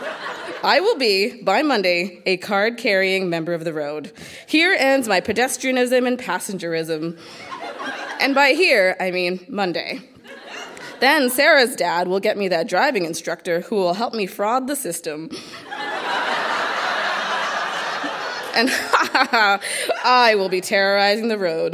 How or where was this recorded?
live audience